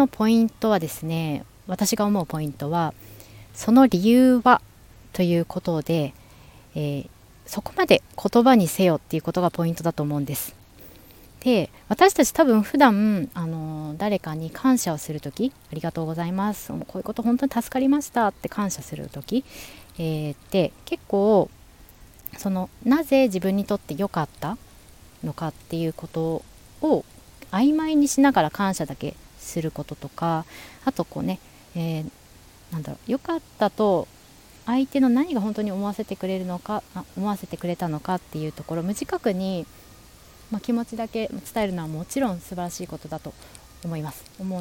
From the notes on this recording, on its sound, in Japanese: 山の中腹で収録しました。風や鳥、救急車のサイレン音なんかも入っておりますが。外で収録。